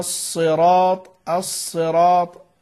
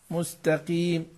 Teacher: شايف مستوى التفخيم في الصاد مثلا غير القاف